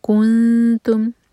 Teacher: کیف کے دوما کے لیے ہمارے ہوٹ گول ہوں گے لیکن جب نون پر پہنچیں گے تو ہوٹ ہمارے فلیٹ ہو جائیں گے. کنتم، تم یہاں پر میم ایمٹی اس کے بعد با، تو میم کی آواز کو چھپائیں گے، اس طرح کی ہوٹوں کو بس ہلکے سے بند کریں گے.